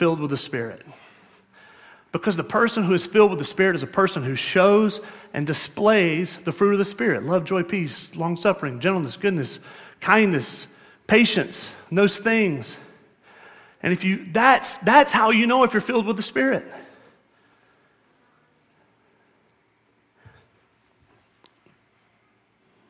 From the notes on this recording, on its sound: at Murrieta Valley Church in Murrieta, California